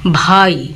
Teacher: এই স্বরটি মৌলিক স্বরধ্বনির শেষে বসে অর্ধস্ফুট রূপে উচ্চারিত হচ্ছে। এটি এককভাবে একটি দল গঠন করতে পারে না, এই জন্য এই স্বরটিকে অর্ধস্বর বলা হচ্ছে।